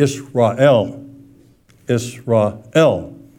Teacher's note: in the Hebrew language, the last syllable is where the emphasis is on